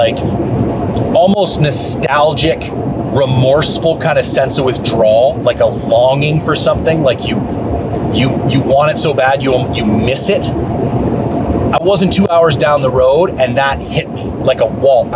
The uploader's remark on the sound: He took a field recorder with him on his latest adventure and tried to record a live hunt podcast as best he could.